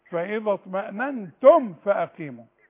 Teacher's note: ما تغنيش الميم وأي ميم على السكون لا تغن تاني